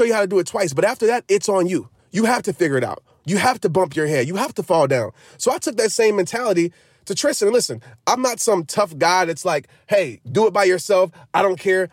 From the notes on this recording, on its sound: The answer: in the car!